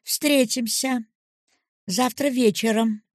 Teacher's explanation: Услышьте сильный подъем голоса при восклицании.